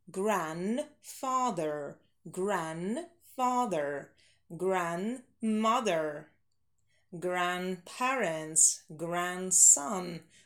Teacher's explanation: для всех grandfather не произносим D. У нас она там silent, немая.